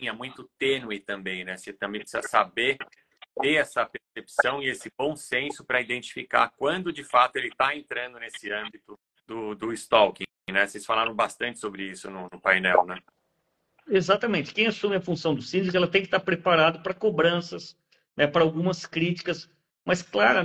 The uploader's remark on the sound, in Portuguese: Transmitida originalmente pelo Instagram, essa live aconteceu em 25/10/2023